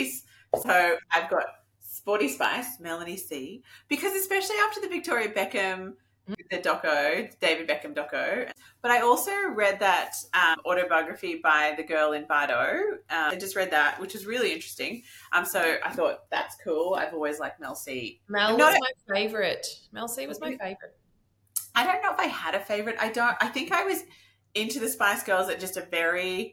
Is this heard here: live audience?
no